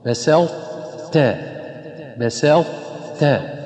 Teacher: وكذلك النطق بمثل لئن بسطت، نلاحظ أن البعض يفخم السين وفخم التاء والبسطة، والصواب أن يرقق السين ويرقق التاء الأخيرة والطاء كما هي مفخمة